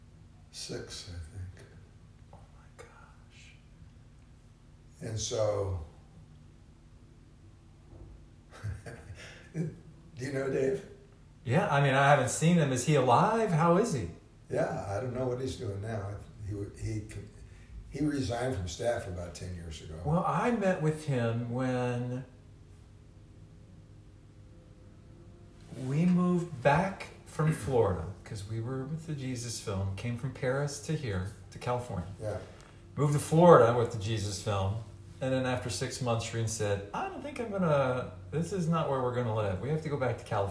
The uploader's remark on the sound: I hit my record button on the phone and this is what I heard.